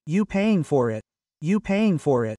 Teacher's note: notice how the for, the R generates a U, especially when joined with the it for it. You paying for it, and the T is hardly pronounced.